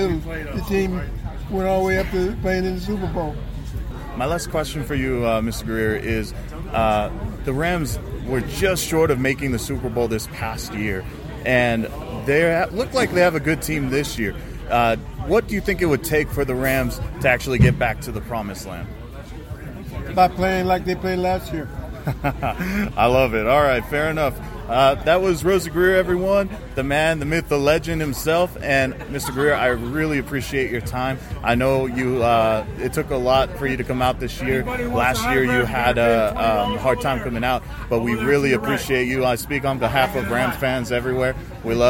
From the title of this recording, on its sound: LIVE from Ramfest!